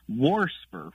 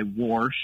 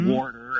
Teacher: Well, I've not heard wast, but I'll tell you what kind of deviates a little bit more that I've heard is warsper with an extra R thrown in there, kind of like, you know, I hear a lot of old folks say warsh and things like warder, and so I hear that extra R get added occasionally · Term: R insertion